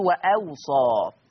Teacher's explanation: ووصى تقرأ بالهمزة وسط الواو الأولى والواو الثانية فتصير وأوصى